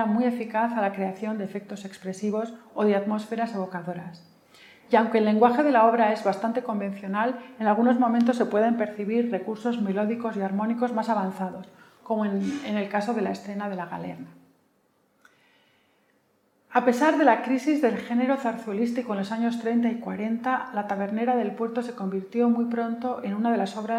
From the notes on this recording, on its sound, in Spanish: Ciclo de Conferencias que el Teatro de la Zarzuela programa en colaboración con la Asociación Amigos de la Ópera de Madrid. La conferencia fue grabada en el Teatro de la Zarzuela en noviembre de 2021.